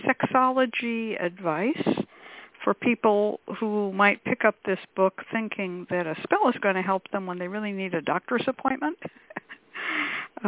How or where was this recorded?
phone line